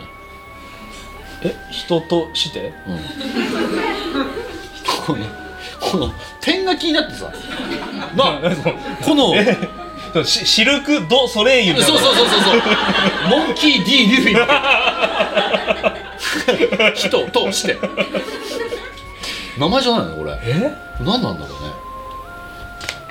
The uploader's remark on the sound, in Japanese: 公開収録ご来場ありがとうございました！150人イベントは2人の運営だけでは無理？